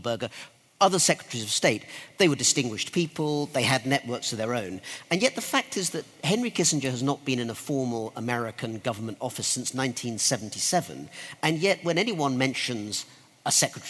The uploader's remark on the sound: The audio of this live Intelligence Squared event was recorded in London in 2017.